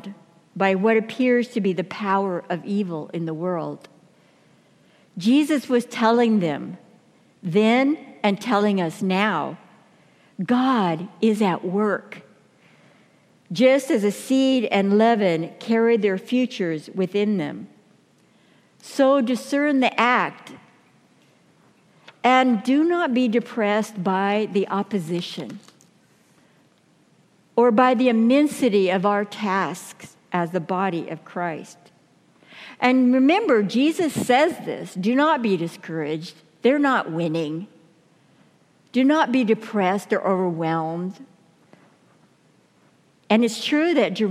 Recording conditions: live audience